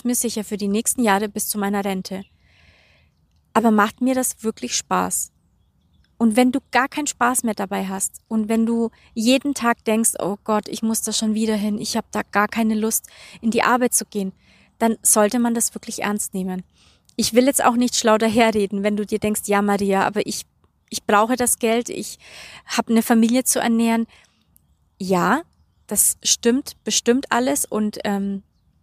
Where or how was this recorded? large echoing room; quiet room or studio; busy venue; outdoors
outdoors